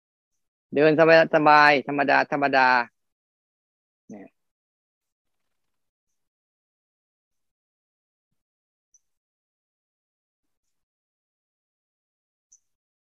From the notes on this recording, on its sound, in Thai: คอร์สออนไลน์ (ผ่านโปรแกรม Zoom).